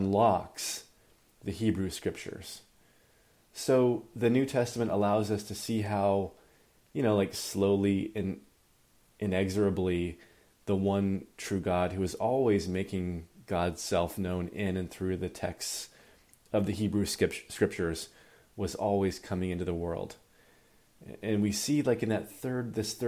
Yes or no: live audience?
no